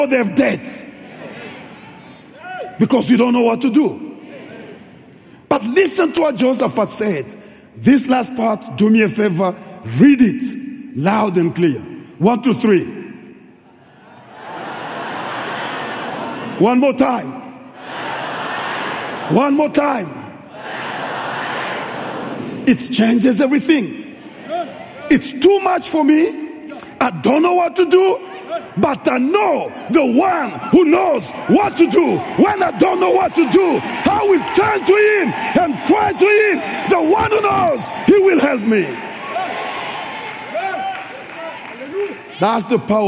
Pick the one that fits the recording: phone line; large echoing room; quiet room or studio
large echoing room